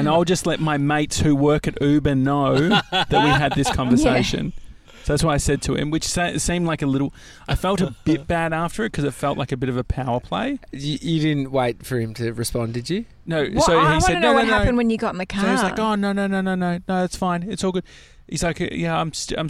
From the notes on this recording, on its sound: Live from the McDonald's carpark next to Melbourne Airport